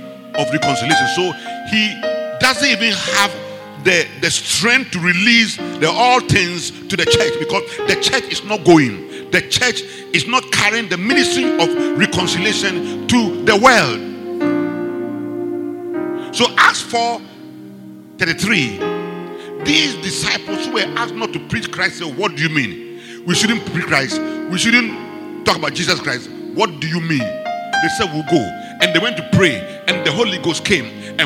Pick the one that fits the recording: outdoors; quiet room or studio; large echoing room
large echoing room